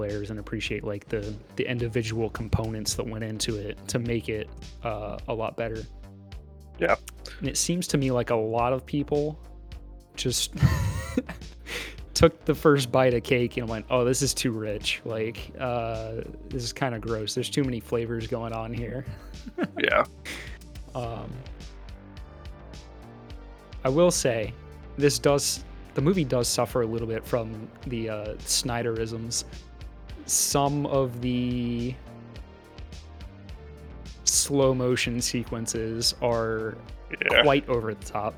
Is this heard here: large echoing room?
no